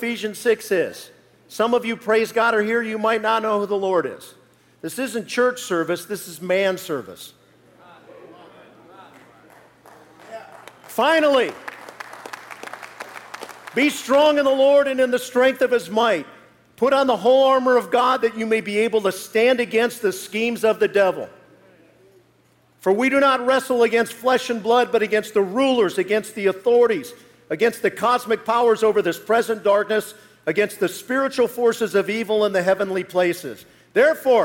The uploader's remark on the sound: live message from the Kingdom Men's Gathering